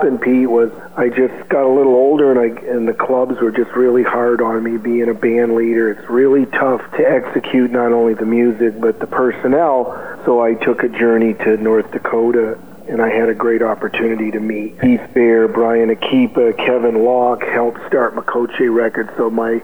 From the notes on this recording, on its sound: On the phone for this interview. Home in Seattle on the patio having some coffee and enjoying the fresh air.